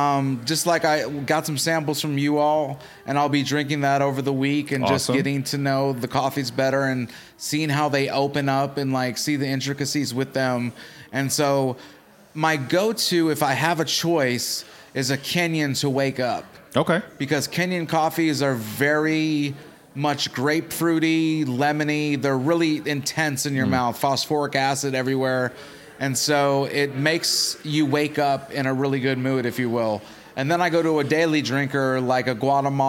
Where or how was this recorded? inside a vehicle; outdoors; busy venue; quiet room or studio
busy venue